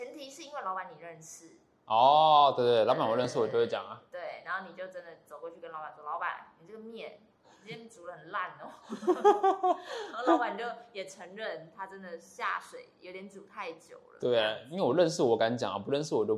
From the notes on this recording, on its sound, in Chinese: 除了麥克風之外，我的錄音機也快壞了